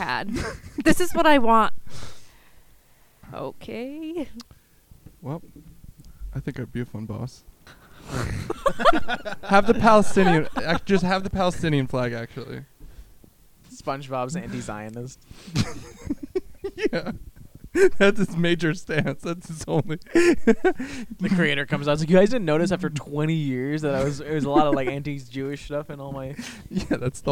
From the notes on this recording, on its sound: Get together in person outside for the first time since the quarantine started with a couple of friends who are really bad at talking into the microphones.